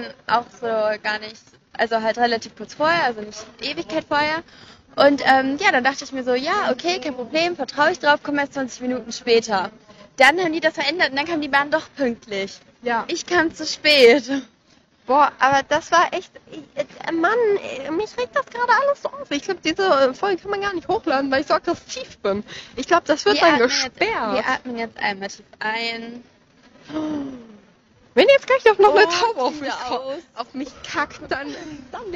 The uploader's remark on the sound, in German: allerdings mit einer nicht so guten Tonqualität